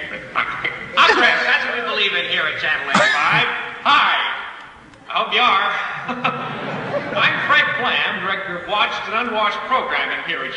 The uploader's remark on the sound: Live, UCLA 1/23/74. Live at Royce Hall, UCLA - 1/23/74.